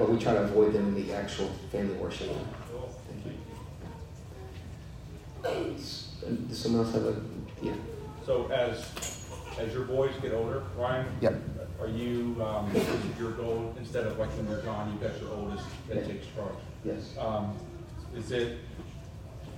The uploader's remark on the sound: delivered at Grace Bible Church of Conway in December of 2021